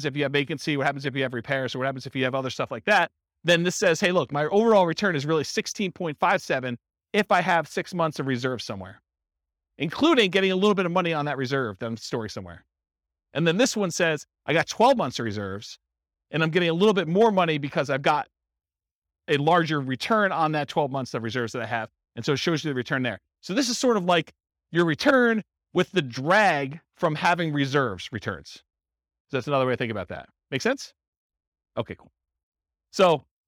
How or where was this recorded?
live audience